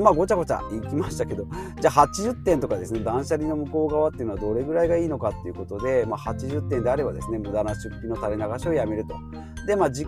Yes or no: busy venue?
no